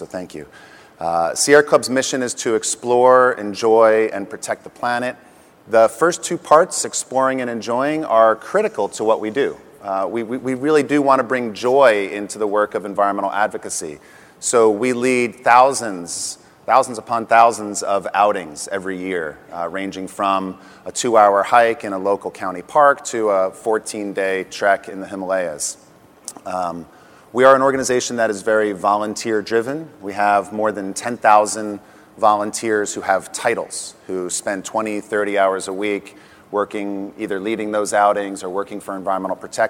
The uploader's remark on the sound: The best of live interviews from GreenBiz events.